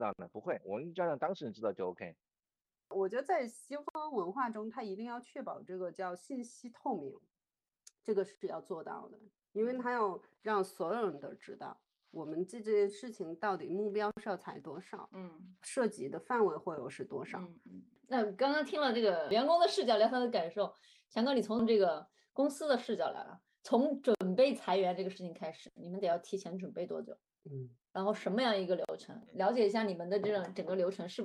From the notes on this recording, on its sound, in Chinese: 本期用腾讯视频录制的，音频效果有点差强人意，还请大家多担待！